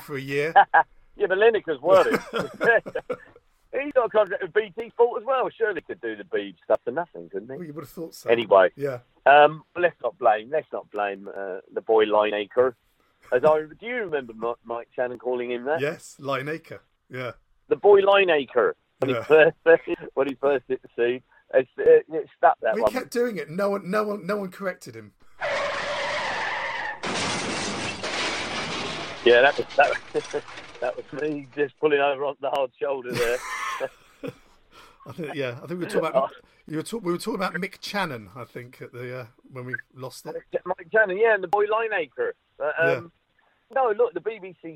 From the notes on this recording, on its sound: on the phone